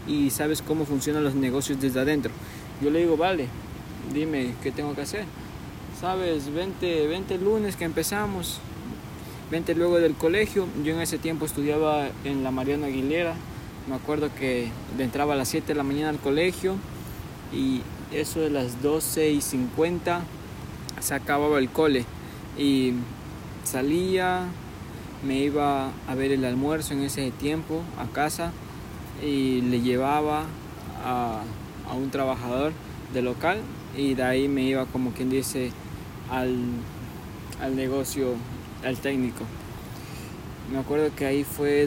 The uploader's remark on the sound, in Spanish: Desde el río. Este episodio fue gravado desde un Río, que le dicen la "Bocana del Búa".